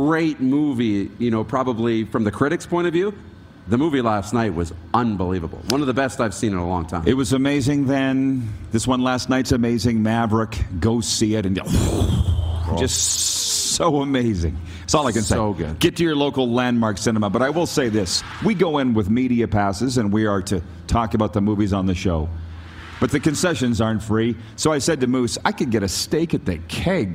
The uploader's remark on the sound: Coming to you live from Calgary, Alberta at the Grey Eagle Resort and Casino.